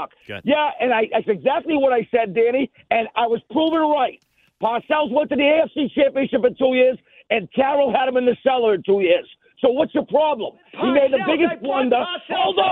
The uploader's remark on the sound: had it out over the phonelines